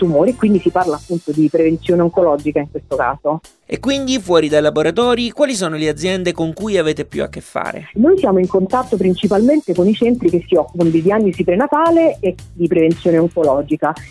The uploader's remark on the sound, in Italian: al telefono